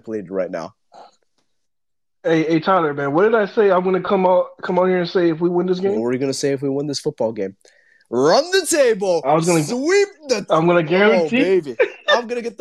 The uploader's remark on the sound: LIVE TWITTER SPACES